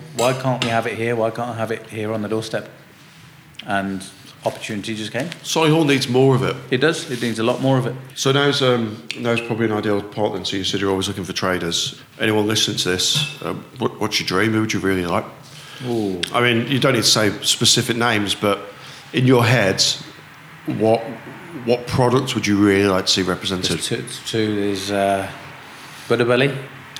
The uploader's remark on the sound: some of this episode was recorded at Taco Fest at the Bond in Digbeth